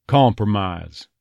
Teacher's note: Notice that first vowel gets a little bit of rounding to it. Instead of compromise, compromise.